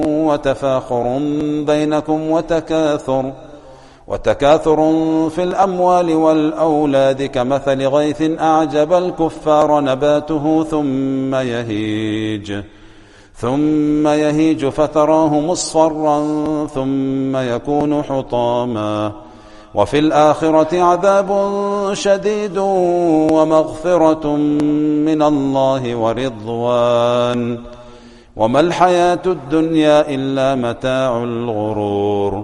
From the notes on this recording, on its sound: Recorded at greensidemasjid on Wed, 27 Apr 2022 19:12:46 SAST